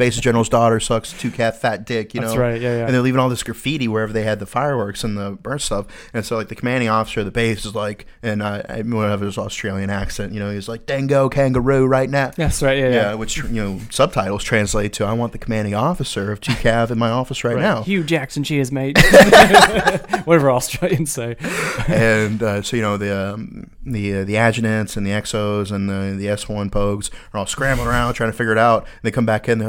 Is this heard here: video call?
no